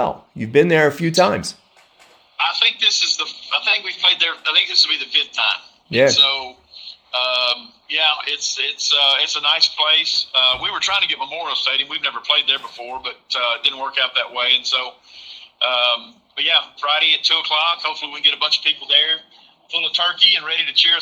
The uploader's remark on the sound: This interview was recorded by phone.